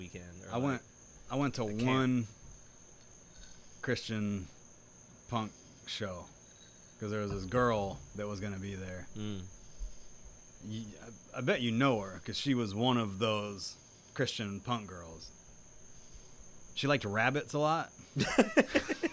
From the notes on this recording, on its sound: recorded outside in South Carolina, during the rain, alongside all the frogs and insects.